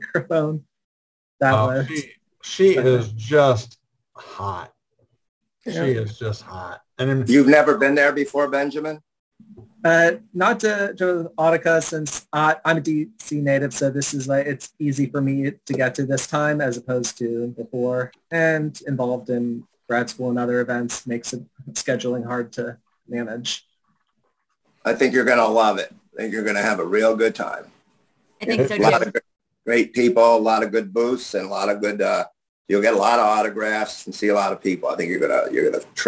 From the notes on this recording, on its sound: our 11/28/2021 Zoom Show